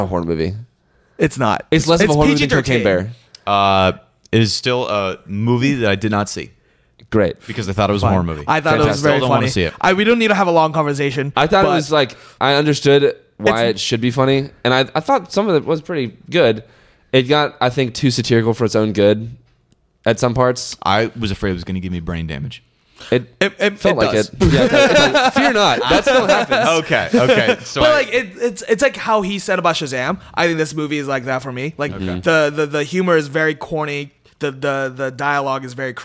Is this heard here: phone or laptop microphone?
no